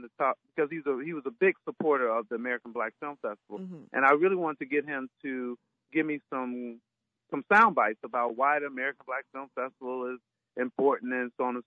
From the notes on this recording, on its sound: joined us on the phone